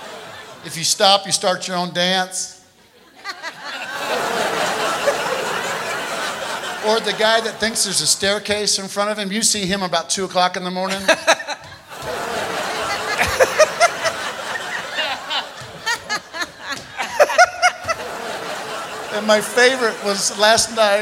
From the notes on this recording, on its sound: Live at the South Point.